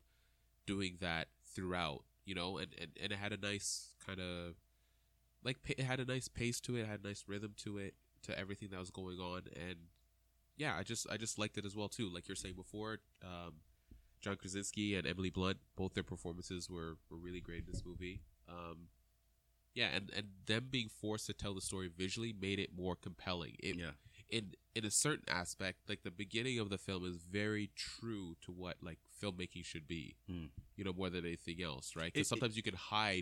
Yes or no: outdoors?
no